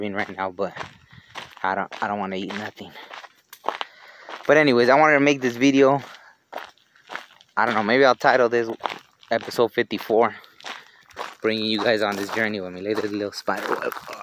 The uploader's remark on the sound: was recorded while on a hike.